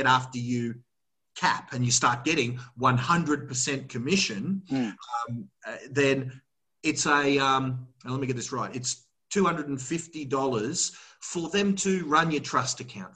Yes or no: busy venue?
no